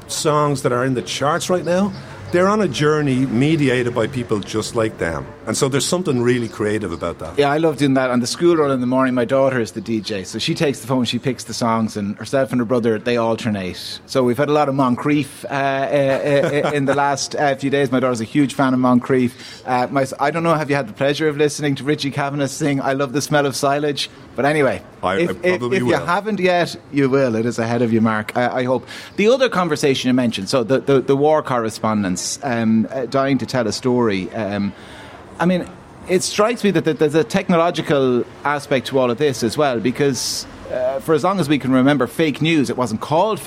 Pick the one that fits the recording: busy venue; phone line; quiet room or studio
busy venue